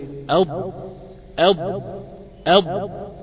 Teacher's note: مفخم، وحرف مطبق مستعلن · Term: حرف الضاد